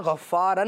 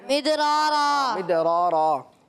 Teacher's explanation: آپ جب بھی یہاں پہ وقف کریں گے آپ نے دو زبر کو الف سے بدل دینا ہے · Shown in: second take · یعنی اب ہم پڑھتے ہوئے آئیں گے تو یہاں غفارن نہیں پڑھیں گے غفارن، بلکہ وقف میں پڑھیں گے غفارا، ہاں غفارا.